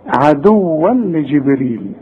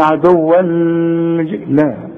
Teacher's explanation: كل تنوين بعده لام ما تغنش · Shown in: first take · Term: ادغام كامل بدون غنه